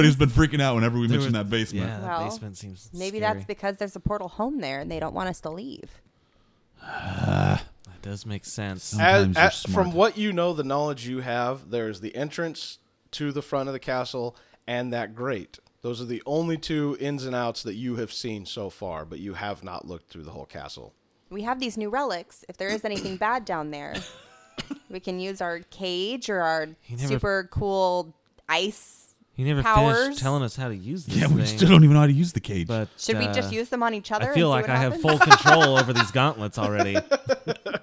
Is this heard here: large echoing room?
no